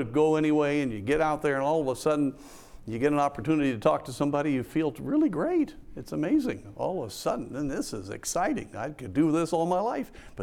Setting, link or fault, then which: setting, large echoing room